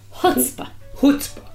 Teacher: in America, the accent's on the first syllable